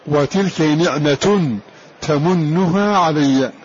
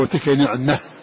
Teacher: فهذه التاءات التي تكون في الوصل تاء ويوقف عليها بالهاء · Term: هاء تأنيث